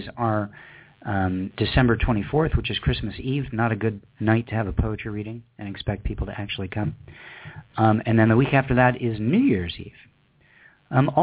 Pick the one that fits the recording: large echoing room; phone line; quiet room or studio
phone line